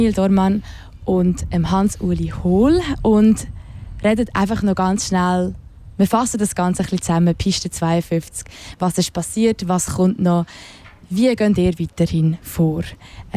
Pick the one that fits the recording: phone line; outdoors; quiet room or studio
outdoors